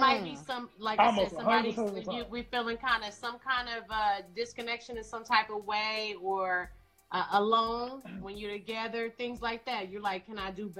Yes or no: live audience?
no